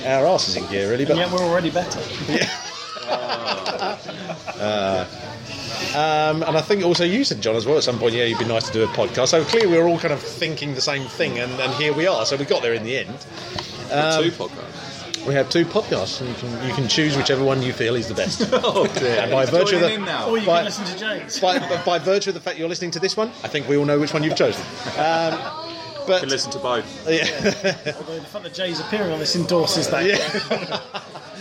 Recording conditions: busy venue